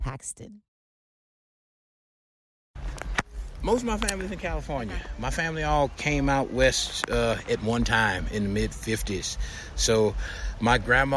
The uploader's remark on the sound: Telluride Blues and Brews festival. We did this interview on my cell phone next to a stream in the middle of the mountains.